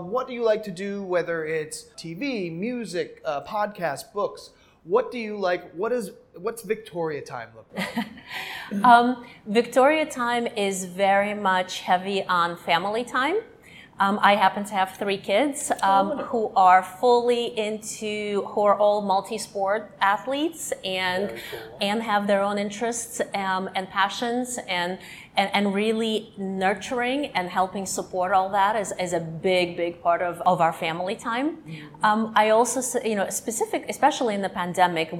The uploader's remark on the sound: Recorded on site at the 2023 ANA Brand Masters Conference in Bonita Springs, Florida.